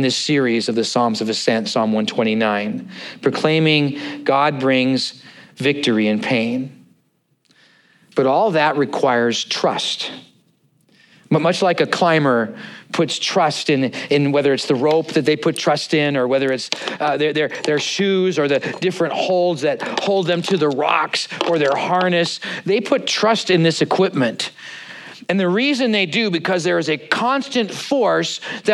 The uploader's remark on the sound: at Neighborhoodchurch of Cypress on 08/20/2023